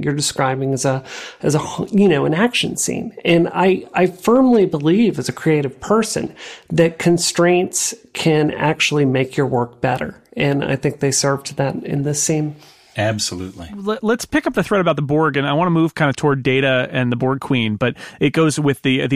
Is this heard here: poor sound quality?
no